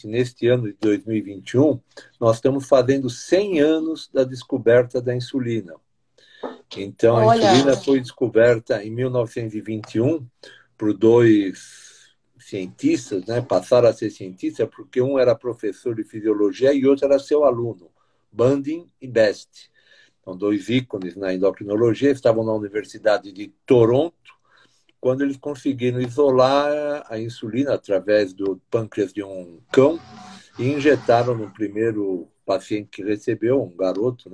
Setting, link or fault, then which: link, video call